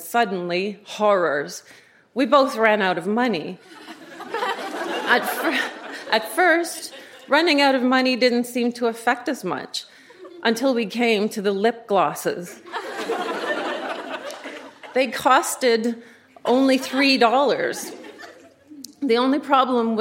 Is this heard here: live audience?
yes